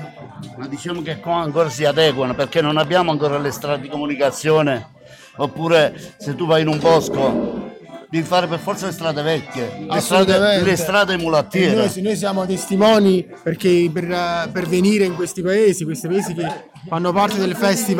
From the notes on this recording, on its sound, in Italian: Open mic post spettacolo.